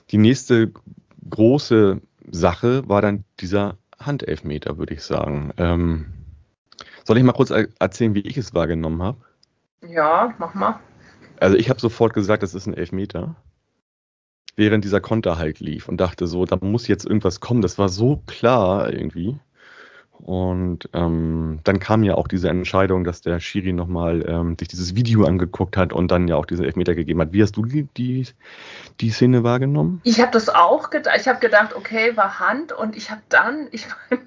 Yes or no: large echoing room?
no